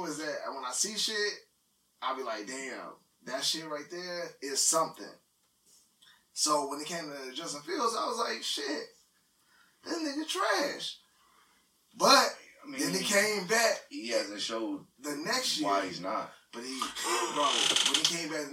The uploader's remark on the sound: Please Excuse The Audio